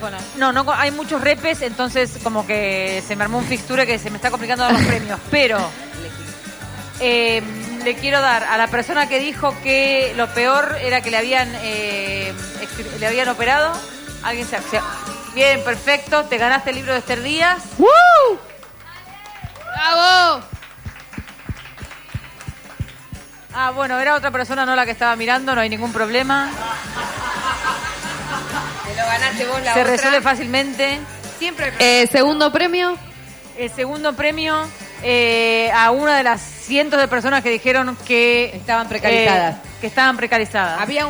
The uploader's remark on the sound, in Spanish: En la Mostra. Lo hicimos con público.